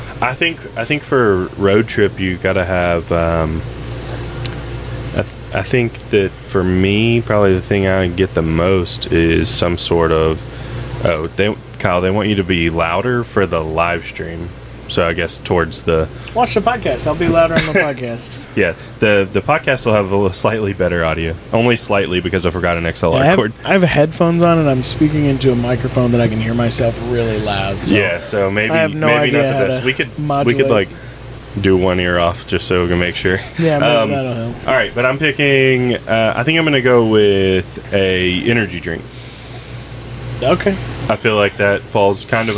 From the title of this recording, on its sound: Reporting Live from the RV